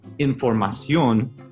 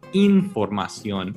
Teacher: So for example, the Spanish word for information, you wouldn't pronounce it as información, it's actually información with the E in the beginning, as opposed to the I sound · Shown in: second take